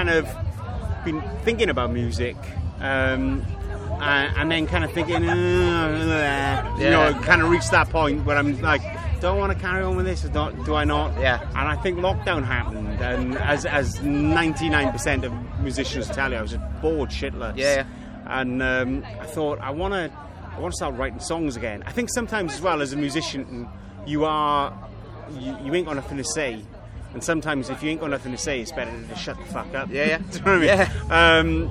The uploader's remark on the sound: chiiling at Leeds Festival 2021 over the weekend